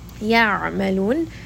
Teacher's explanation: Ya'malun, and then we end here on a four count, mada'arid lissukun, and noon has tawassut, so we will rest on this noon for a second. Falamma, meem has a ghunna and it has a shadda, so we are going to spend just a bit of time with this letter inside of the nose, and this is going to be a two count med.